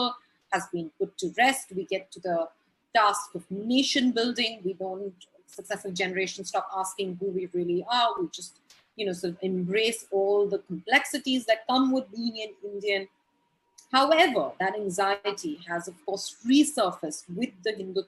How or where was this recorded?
video call